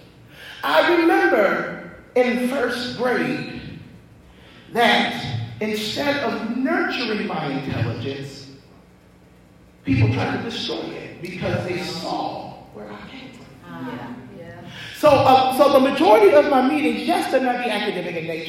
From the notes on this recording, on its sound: preached at Greater Works Outreach Worship Center in Nelsonville, OH